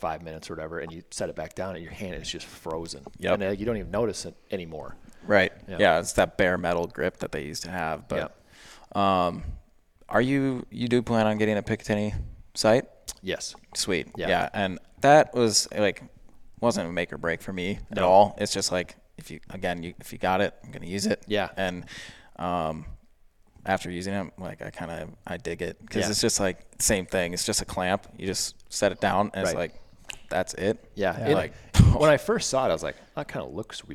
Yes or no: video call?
no